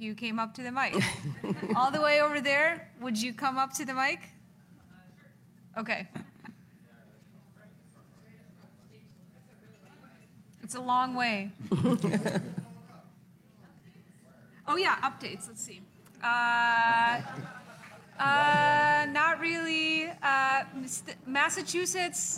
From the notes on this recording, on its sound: It's the Super Tuesday primaries and caucuses LIVE show with the Chicago Reader at The Promontory in Hyde Park.